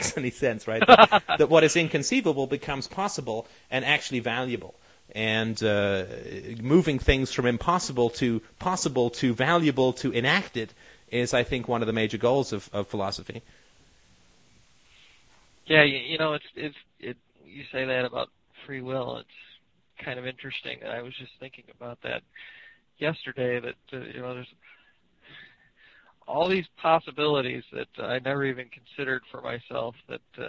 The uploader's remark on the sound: Call In Show